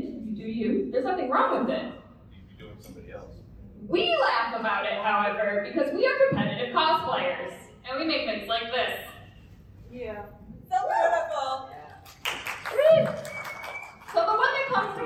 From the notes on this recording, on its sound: Join us for a glimpse into our stand up comedy live show. We're sharing clips with you from C2E2 2022 Live Show.